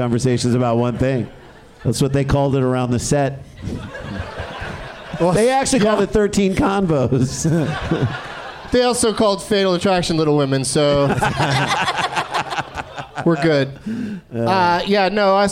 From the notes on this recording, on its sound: Live from the Helium Comedy Club in Portland